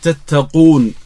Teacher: القاف هنا فيها حرف استعلاء، يكون الضم أقوى ومرتبة التفخيم أكثر